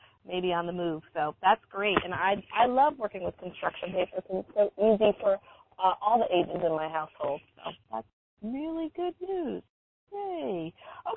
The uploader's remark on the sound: Comes to you live from the the State of Washington as well as somewhere in middle Tennessee. Calls in from on the road in Tennessee. Stopped to call in but still have miles left to travel on their way to the Midwest.